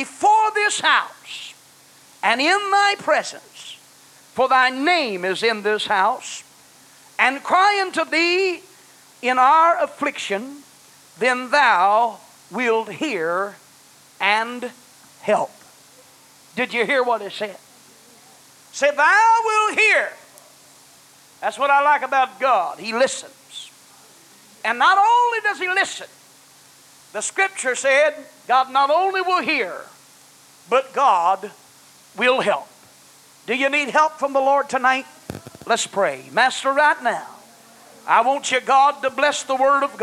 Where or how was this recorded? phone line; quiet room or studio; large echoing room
large echoing room